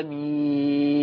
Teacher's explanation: قرأ الإمام الفاتحة، قرأ المنفرد الفاتحة يقول آمين، 99.9 من المسلمين يخطئون في التلفظ بكلمة آمين، إذ أنهم يمدون مد البدل 6 حركات، وهذا خطأ لغوي واضح. فمد البدل 2 حركات كما قال أهل العلم